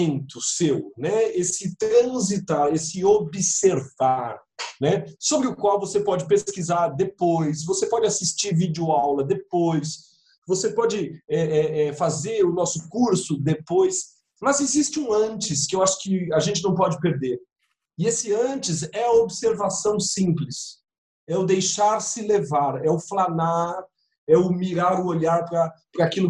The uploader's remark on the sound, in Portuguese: Neste episódio gravado à distância.